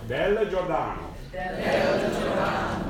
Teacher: Careful, it's not del. The Italian L is la. It's in the front.